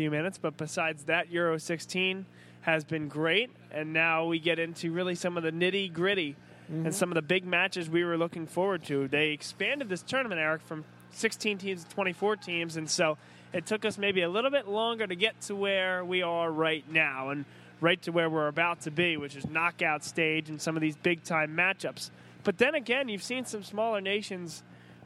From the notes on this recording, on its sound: Vuvu Soccer Live From Villa Capri. Vuvu Soccer was live from Villa Capri in Doylestown for Euro Cup 2016.